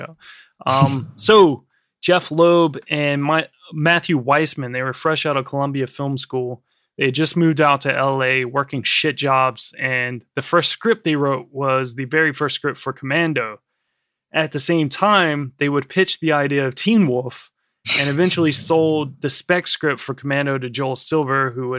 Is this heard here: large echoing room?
no